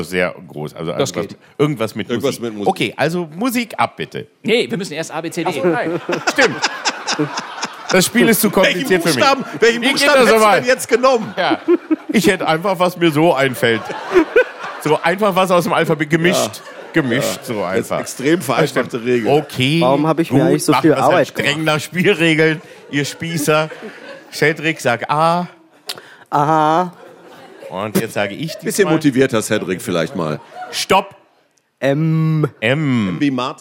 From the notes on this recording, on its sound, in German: Noch eine weitere Folge vor Publikum aufgenommen.